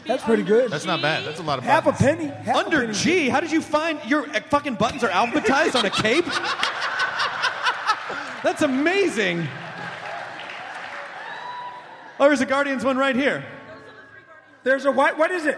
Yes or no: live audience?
yes